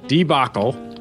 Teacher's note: the proper pronunciation of D-E-B-A-C-L-E is debacle, with the stress on the second syllable